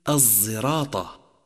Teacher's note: الصاد المشمة صوت الزاي، مثل الزراطة، وهي تقرأ بهذا الشكل في قراءة حمزة، أما على قراءة حفص فتقرأ الصراطة.